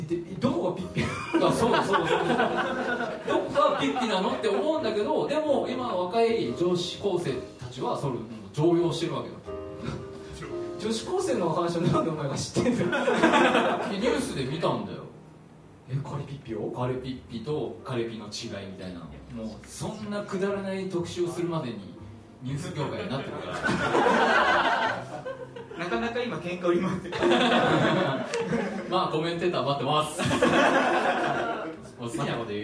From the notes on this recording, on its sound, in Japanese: 行われた公開収録の模様をお届けします！当日ご来場いただいたお客様にアンケートをお配りし。